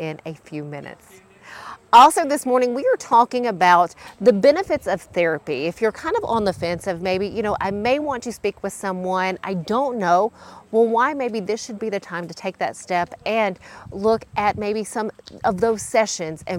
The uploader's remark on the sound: We head out to the Bell Witch Festival in Adams